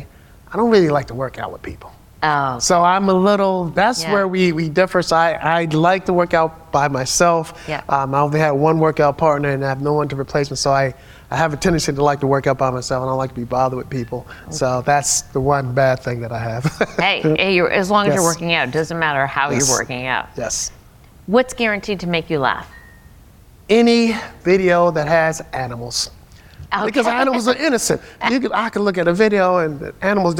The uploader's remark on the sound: Live edition of Seniority Authority from the Leading Age Summit in Washington, D.C.